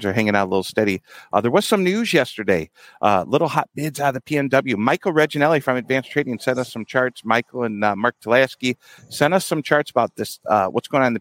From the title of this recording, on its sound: Live from Commodity Classic